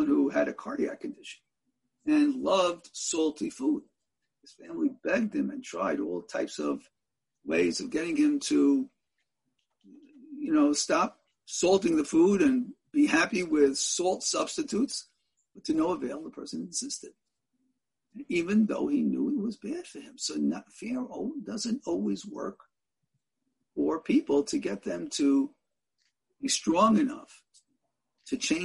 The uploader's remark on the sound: In a ZOOM teleconference Shiur.